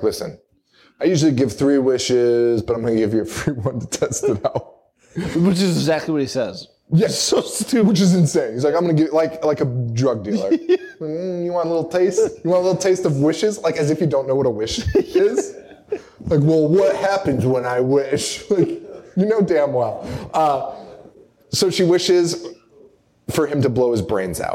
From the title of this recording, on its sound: Live in Chicago!